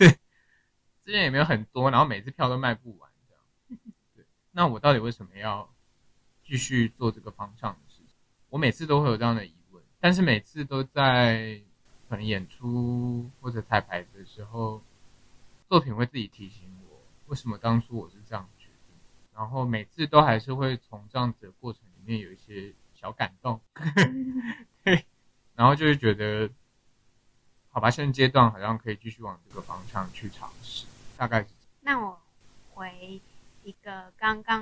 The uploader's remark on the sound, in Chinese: 這幾次的音檔收音部分較糟，但是！我們已經添購新設備！！